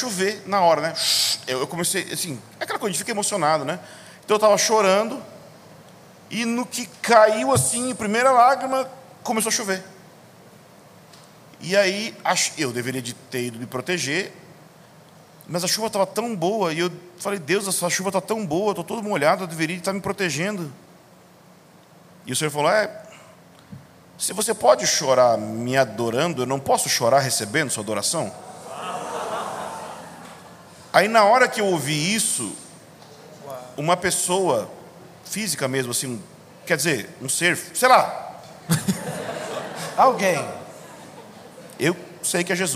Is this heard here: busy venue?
yes